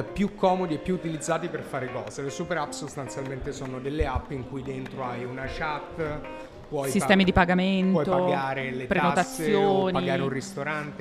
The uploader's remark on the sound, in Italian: In diretta dal Plan B Forum a Lugano.